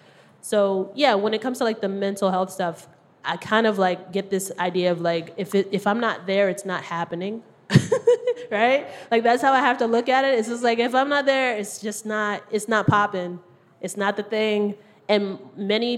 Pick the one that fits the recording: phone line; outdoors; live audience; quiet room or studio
live audience